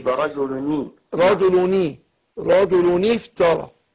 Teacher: الوصل بتسقط وعندنا الفاء ساكنة فعندنا ساكنين نون التنوين الساكنة والفاء فنتخلص من التقاء الساكنين بكسر نون التنوين اللي هي رجل النون اللي بنطقها مش بتتكتب دي رجلني رجلني